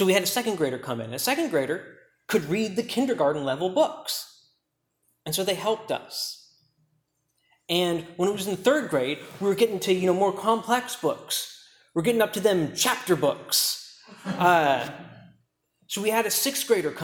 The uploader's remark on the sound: preached at Key Peninsula Baptist Church